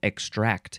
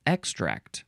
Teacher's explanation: Emphasize the second syllable · Shown in: first take